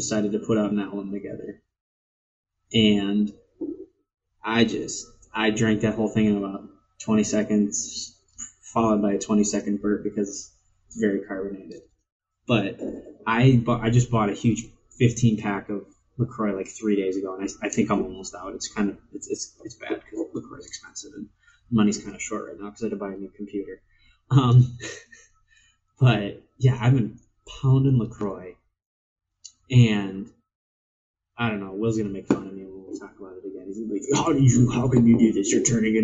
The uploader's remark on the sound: I would like to first apologize for the garbage audio; turns out instead of inputting through my microphone, the system ran my audio through my webcam.